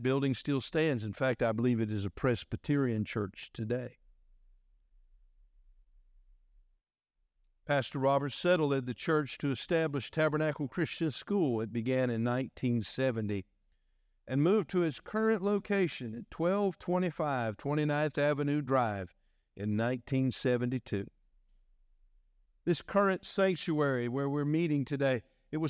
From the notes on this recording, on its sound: was delivered on August 27, 2023 during our morning service.